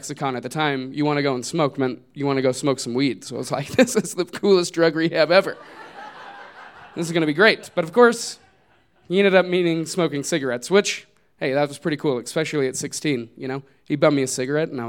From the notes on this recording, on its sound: These stories were recorded live at Buntport Theater on February 18, 2015.